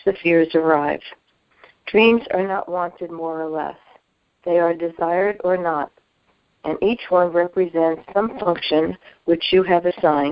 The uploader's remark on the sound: ACIM Daily TEXT Conference Call.